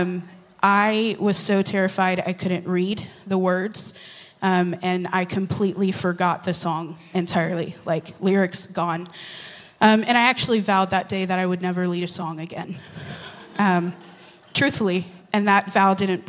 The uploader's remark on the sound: Recorded at Hope Church in Springfield, MO.